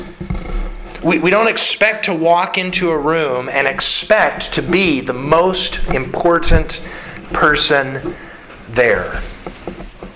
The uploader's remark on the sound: Sermon delivered to the Galena Bible Church